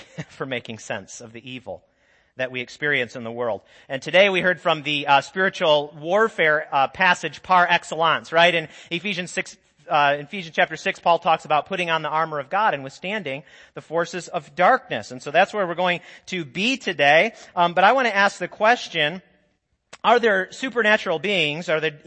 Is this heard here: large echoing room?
yes